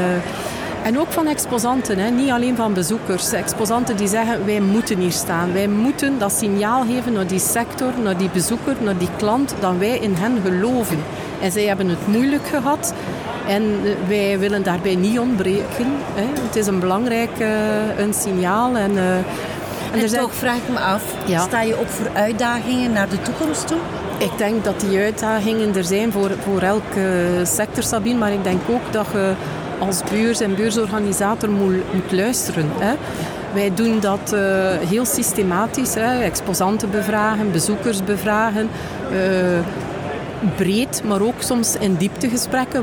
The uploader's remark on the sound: Horeca Expo Live. Dé beurs voor professionelen uit de horecasector, dit jaar toe aan de 32 editie, waar er strenge covid-maatregelen van toepassing waren.